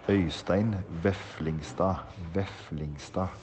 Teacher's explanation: The D at the end is not pronounced